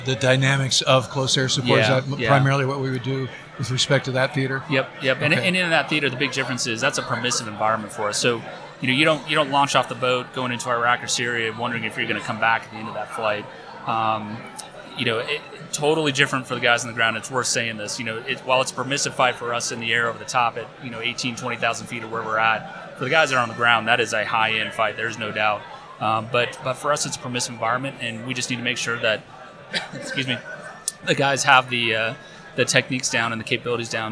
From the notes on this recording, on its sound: Live from Tailhook 2019